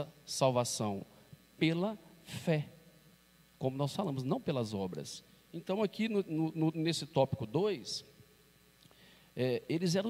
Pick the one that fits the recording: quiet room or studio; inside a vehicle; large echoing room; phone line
large echoing room